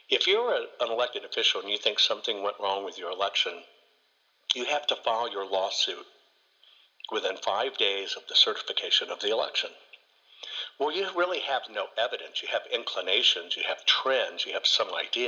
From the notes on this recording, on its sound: joins me on this call